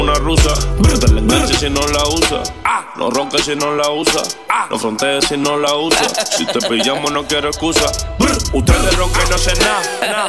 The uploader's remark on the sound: Live At Club Essence.